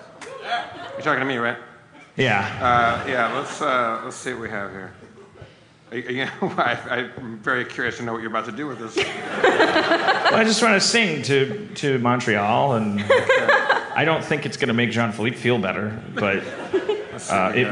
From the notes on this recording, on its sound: LIVE from Just for Laughs Montreal 2016. Harmontown is welcomed by a warm crowd and a sold out show in Montreal.